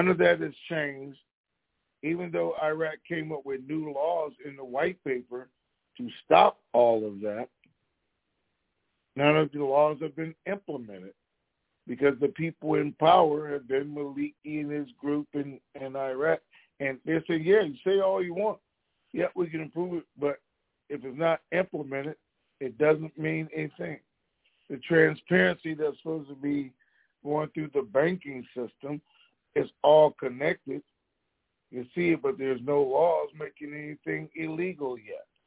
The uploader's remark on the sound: TNTSuperfantastic Conference Call